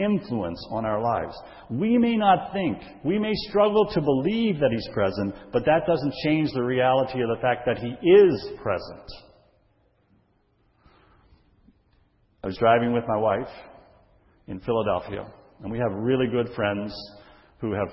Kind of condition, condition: setting, large echoing room